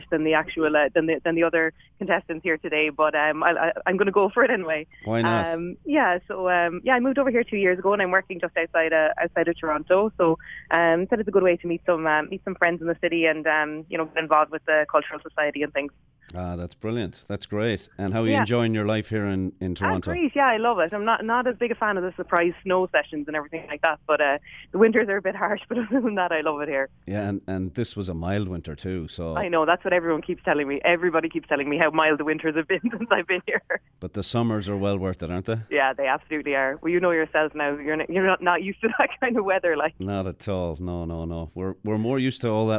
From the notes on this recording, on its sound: This year's Toronto Rose contestants call in from PJ O'Brien's.